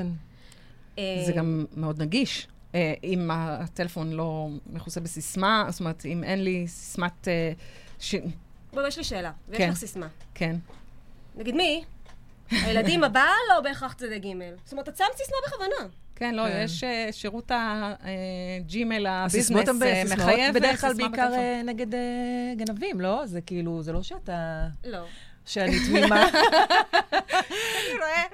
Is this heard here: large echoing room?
no